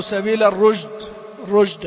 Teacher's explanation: الرشد هذا إهمال، إهمال التفشي فيها نتج عنه أنها أبدلت جيم لأنها من نفس المخرج